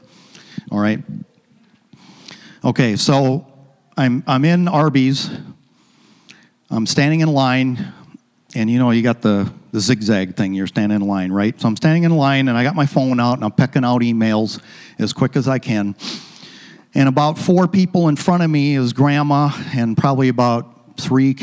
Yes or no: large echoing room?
yes